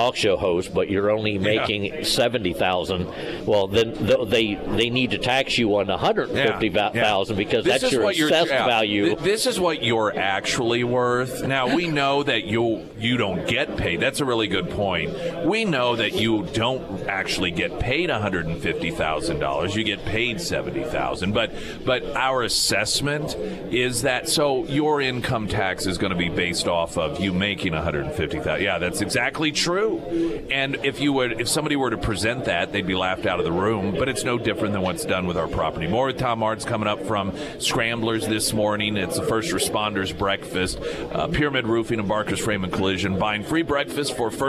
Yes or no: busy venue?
yes